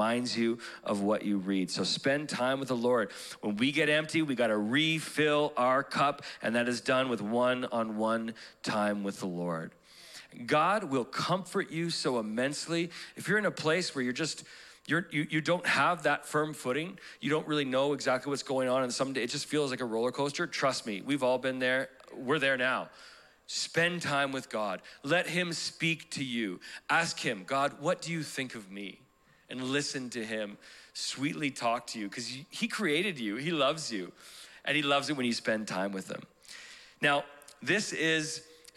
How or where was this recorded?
large echoing room